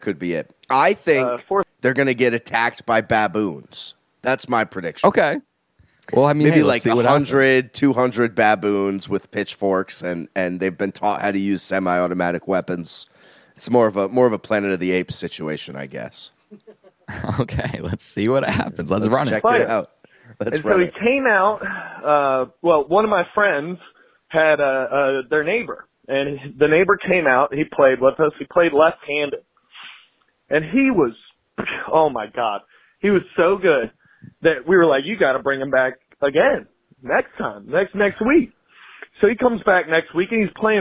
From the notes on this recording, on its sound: take phone calls